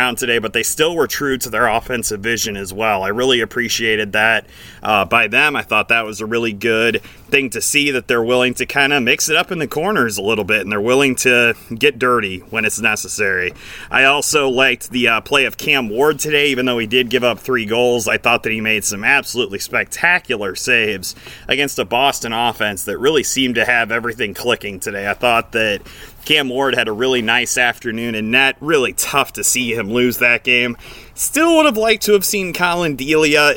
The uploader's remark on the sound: The NHL Winter Classic has come and gone. Taking this postgame show outside!